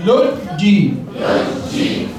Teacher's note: شدة وكسرة يبقى لوجي لوجي مش لوج لوج خطا لوجي لوجي لوجي اقطع الصوت بين اللام وبين الجيم